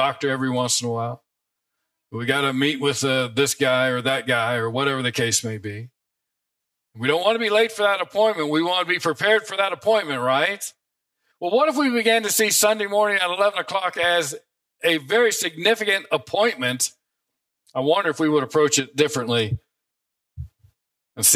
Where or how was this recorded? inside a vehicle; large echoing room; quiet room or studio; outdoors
large echoing room